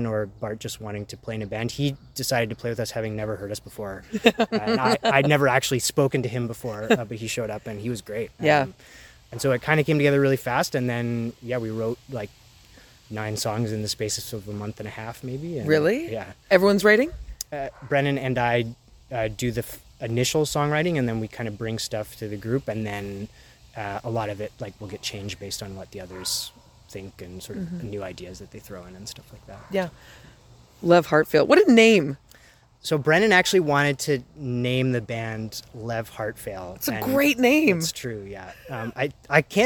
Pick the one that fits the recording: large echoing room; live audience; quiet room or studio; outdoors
outdoors